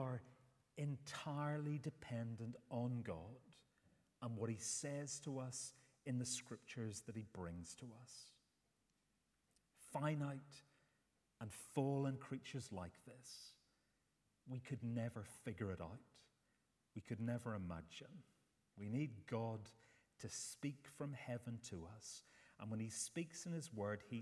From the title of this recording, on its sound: Sunday 10th September 2023 morning service